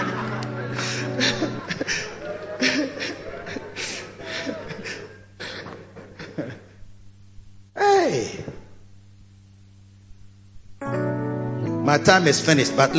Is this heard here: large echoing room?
yes